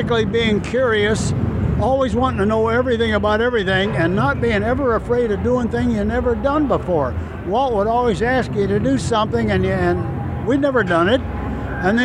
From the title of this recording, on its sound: Onsite at ScareLA™ 2018